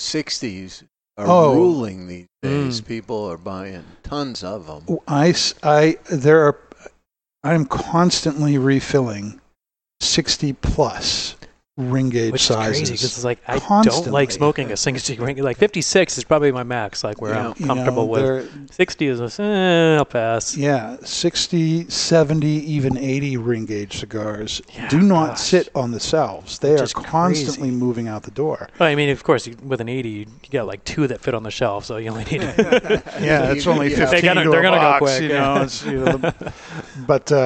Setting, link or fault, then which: setting, busy venue